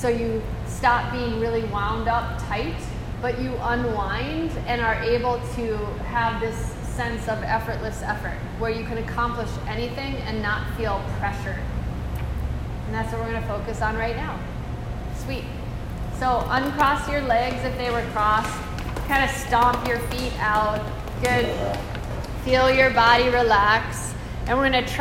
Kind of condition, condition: setting, live audience